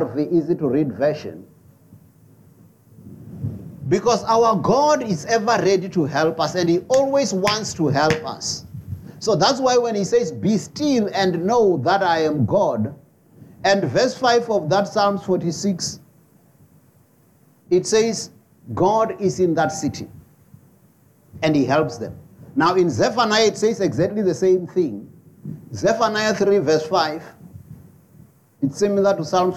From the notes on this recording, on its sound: preached at Jesus the Saviour Church, 185 Bobs Way, Eersterivier, Cape Town on 10 December 2023